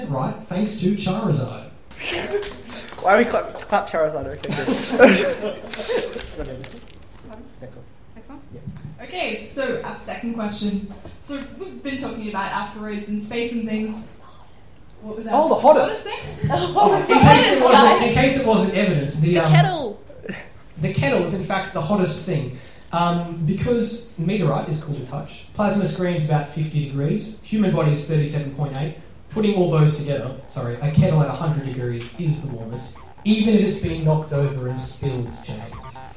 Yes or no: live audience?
yes